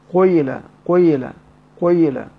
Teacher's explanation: انت بتضم الشفتين الاول قوي وترجع بالكسره · Term: إشمام الكسرة ضمة